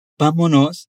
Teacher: Note que há um acento em ba, então a pronúncia mais forte se encontra ali